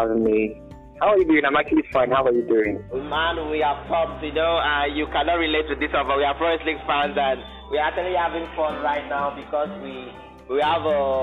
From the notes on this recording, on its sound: the first ever call in session was Live with callers